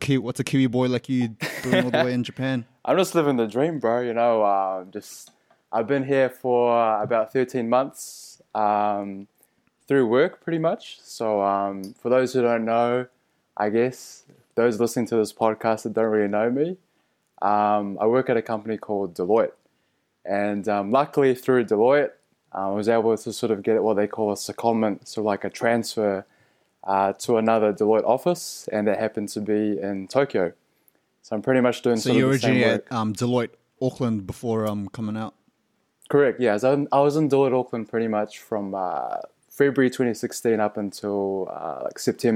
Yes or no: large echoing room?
no